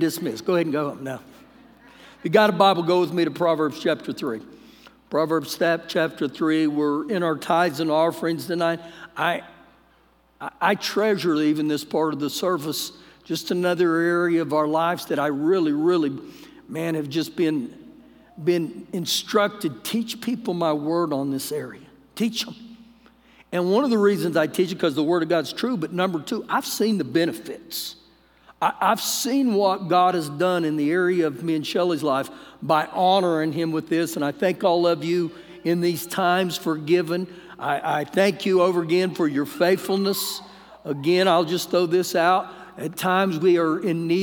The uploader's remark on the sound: Recorded live during our Wednesday night service